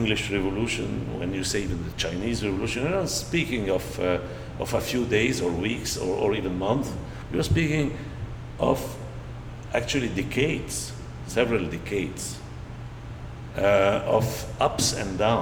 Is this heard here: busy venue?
yes